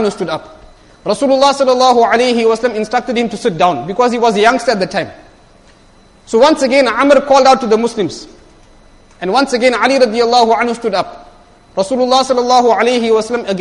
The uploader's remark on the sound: Jumuah lecture